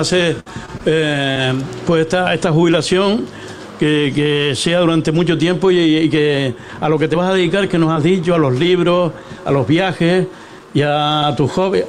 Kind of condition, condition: setting, busy venue